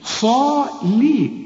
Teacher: اللام مكسورة وتكون أكثر رقة إذا كانت مكسورة